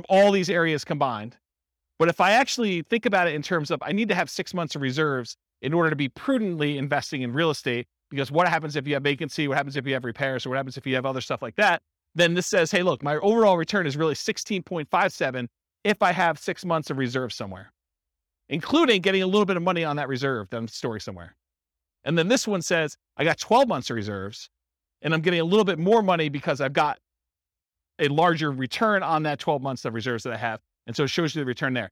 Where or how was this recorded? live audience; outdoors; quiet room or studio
live audience